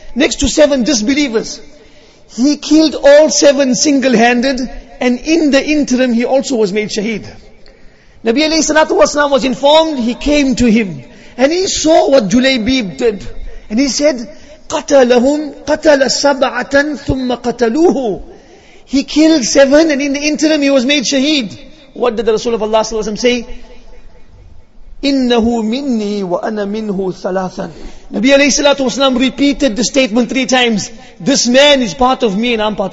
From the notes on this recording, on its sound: Jumuah lecture